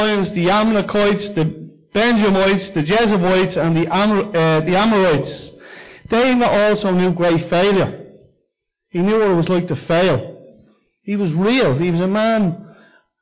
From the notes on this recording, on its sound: Recorded live at Liberty Church